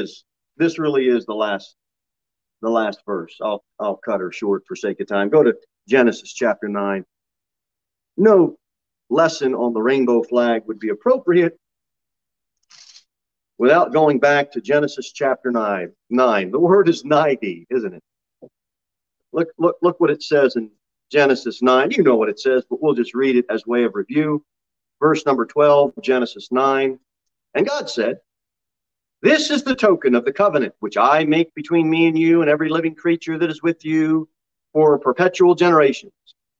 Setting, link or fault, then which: setting, large echoing room